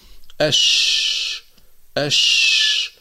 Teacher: ننتقل إلى الحرف الثاني من هذه الحروف التي تخرج من وسط اللسان، وهو حرف الشين. تخرج الشين من وسط اللسان مع ما يحاذيه من الحنك الأعلى